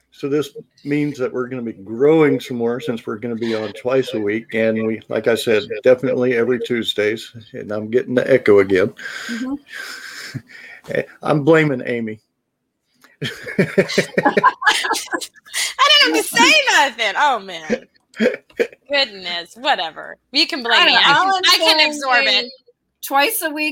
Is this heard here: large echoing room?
no